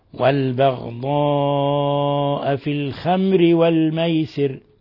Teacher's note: وتمد لفظة البغضاء إلى خمس حركات، من أربع إلى خمس حركات، وقد تمد إلى ست حركات إذا وقفنا عليها اضطرارا.